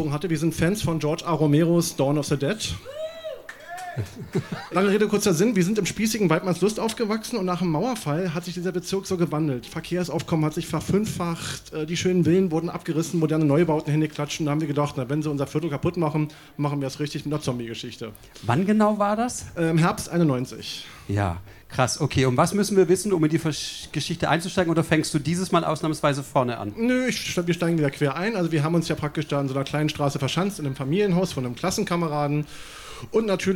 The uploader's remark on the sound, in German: Auswahl der Beiträge von der „texte von gestern“-Liveshow. Im frannz Biergarten, Berlin. Heißen Dank an den frannz Biergarten, unser tolles Publikum.